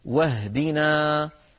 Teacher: المثال الثالث على الشاشة واهدنا، واهدنا انتقلنا من الواو إلى الهاء ولم نقل واهدنا، فالهمزة سقطت هنا لأنها صارت في وسط الكلام · Term: همزة الوصل